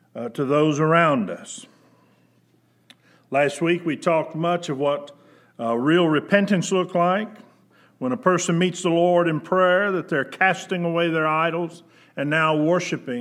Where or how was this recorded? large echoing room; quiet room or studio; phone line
large echoing room